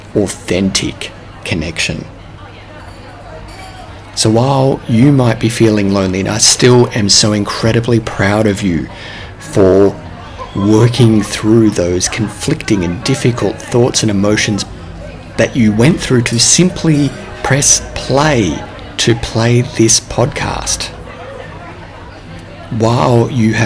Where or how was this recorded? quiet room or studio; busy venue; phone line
busy venue